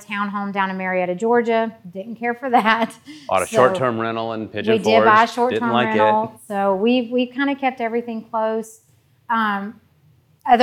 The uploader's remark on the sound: This episode is the first of a series of podcasts taken from a time of Q&A at Happy Home's first community meetup.